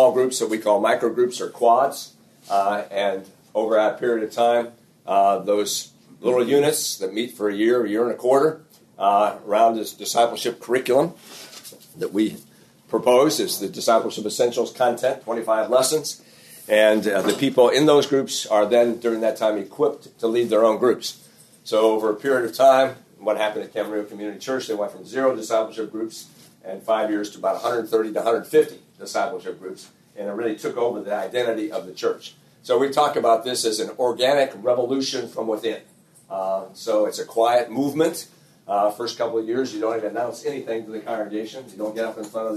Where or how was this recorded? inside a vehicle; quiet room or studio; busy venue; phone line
busy venue